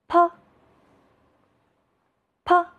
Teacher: 真棒的手势。用这个小口诀来记忆它。左手真棒，啵啵啵。接着来看这幅图，还有哪位拼音朋友也藏在图里？你找到他了吗？他藏在小朋友的衣服上。你的观察真仔细。这个拼音朋友，他就藏在小朋友的衣服上。他的读音和爬上山坡的坡字特别相似，也是要把这个字读得又轻又短